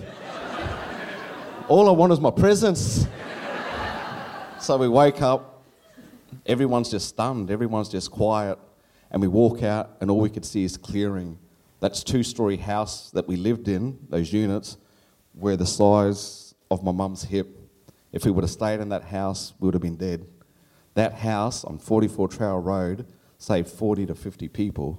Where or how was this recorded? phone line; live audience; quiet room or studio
live audience